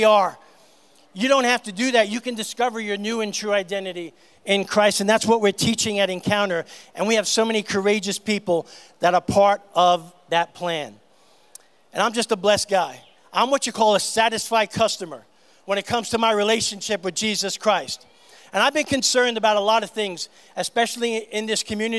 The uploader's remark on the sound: on stage at GLORY - Santa Clarita's Christian Music Festival.